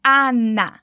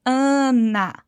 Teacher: É como se todos os as dessa palavra tivessem um acentinho e ficassem bem abertos, como na palavra apagar, fugindo desse som nasal que a gente faz no português · Shown in: first take · quando a gente diz Ana.